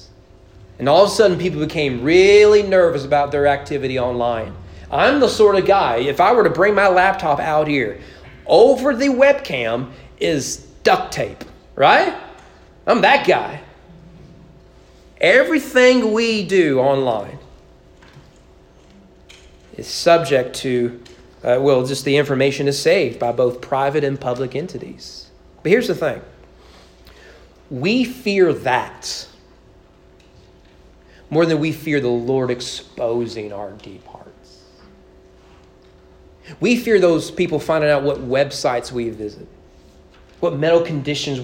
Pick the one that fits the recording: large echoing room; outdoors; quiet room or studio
large echoing room